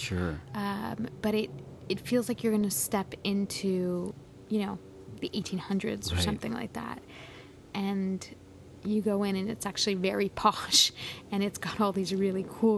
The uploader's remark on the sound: We take a walk to the local corner store